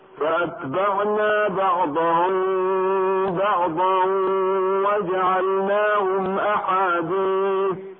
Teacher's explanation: فالوقف مثلا على كلمة أحاديث وعلى كلمة الخيرات بالقصر